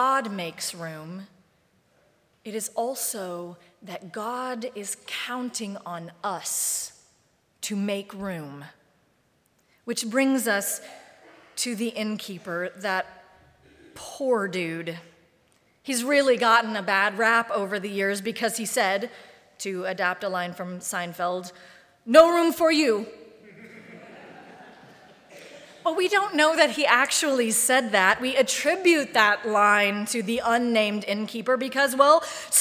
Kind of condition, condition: setting, large echoing room